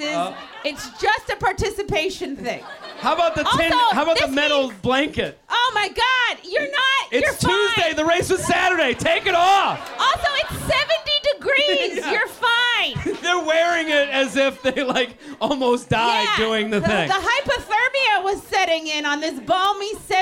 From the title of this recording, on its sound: LIVE From The Village Underground